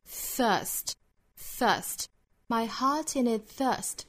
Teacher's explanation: My heart in its thirst is a dying flower.注意里面 thirst 这个单词。我们说看到单词里含有 th 的发音一定要注意把舌头伸到口腔外头去摩擦上排牙齿。那这个词它是一个清辅音我们要送气的。所以在贴合上齿的过程之中齿和舌之间是留有一点点的缝隙。为了使气流通过、啊、我们去发 Thirst, thirst, my heart in its thirst, my heart in its